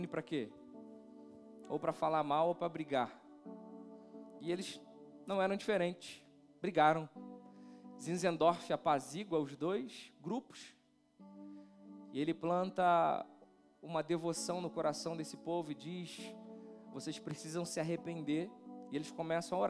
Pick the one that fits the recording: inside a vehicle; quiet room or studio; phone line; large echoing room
large echoing room